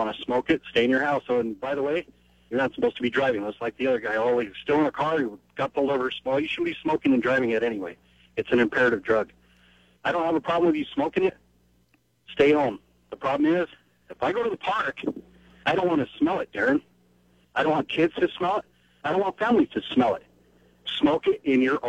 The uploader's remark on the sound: Takes your phone calls on the topic.